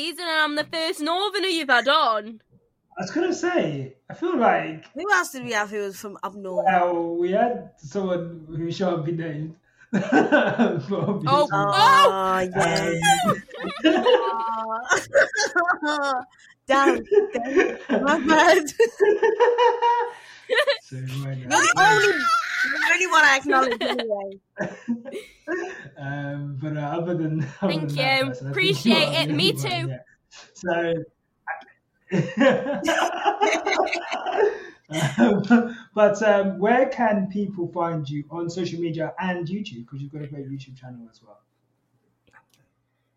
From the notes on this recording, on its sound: We had so many technical issues with this episode, we truly do apologise.